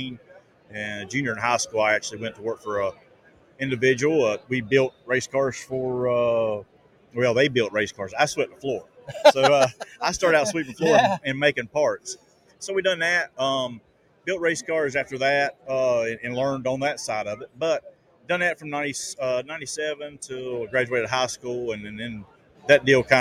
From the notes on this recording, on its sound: Live From ICast- Mots Custom Rods & Reels.